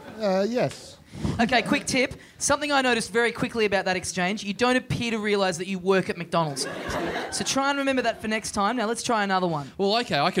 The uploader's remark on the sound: Recorded LIVE at the Cafe Lounge in Sydney on November 30, 2014.